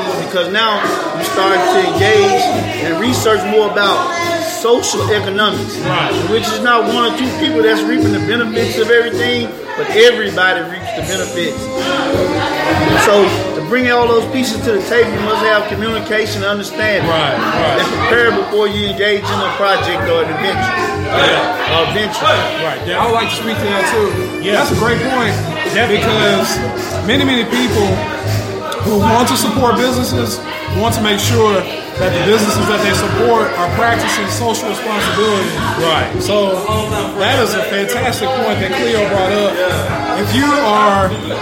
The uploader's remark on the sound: Live at Trolley Night in the South Main District of Downtown Memphis!